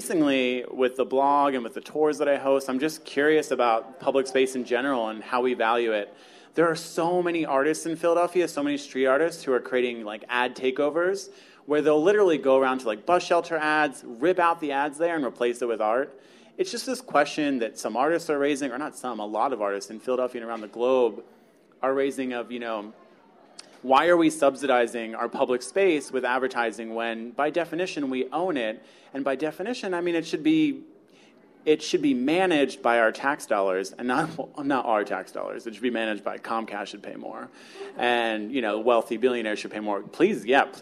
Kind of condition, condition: setting, busy venue